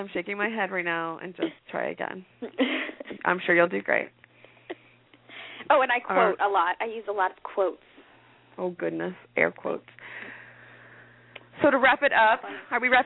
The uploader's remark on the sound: Calls in from Florida. From sunny southern California and we air a prerecorded interview. Calling in from Italy.